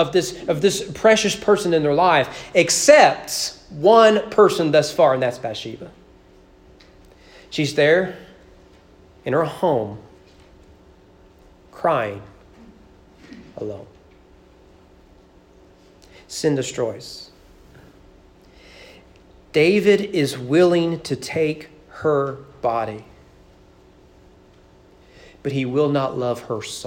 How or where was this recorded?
large echoing room